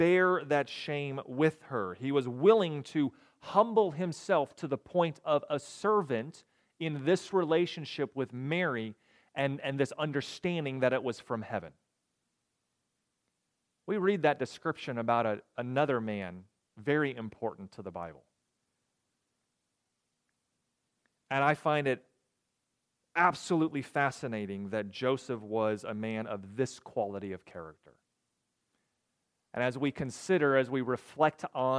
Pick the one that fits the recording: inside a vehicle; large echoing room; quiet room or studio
large echoing room